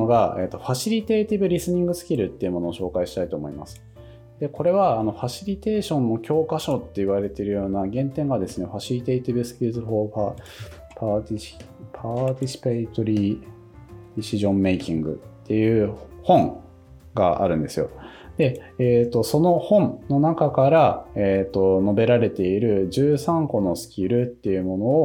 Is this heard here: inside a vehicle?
no